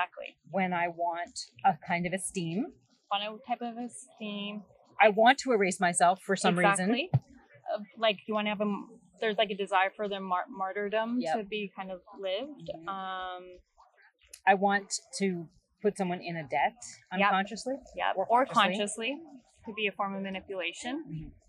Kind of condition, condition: fault, background noise